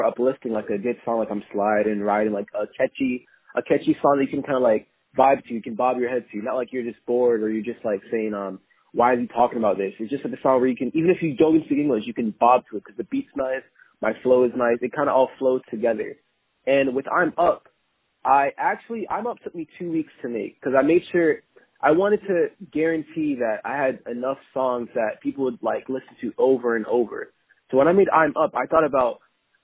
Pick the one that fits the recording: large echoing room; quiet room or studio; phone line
phone line